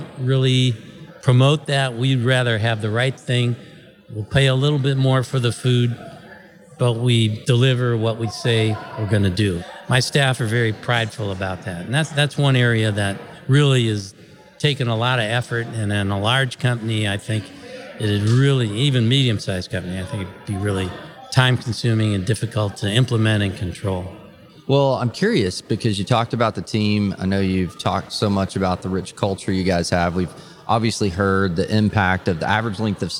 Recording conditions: busy venue